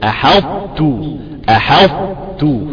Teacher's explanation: هقول لك الهمس ده هيلزم انك هتجيبه، هتجيبها شوية ايه مرققة. يبقى هتجيب لي اطباق الطاء وترقيق التاء · Term: إدغام ناقص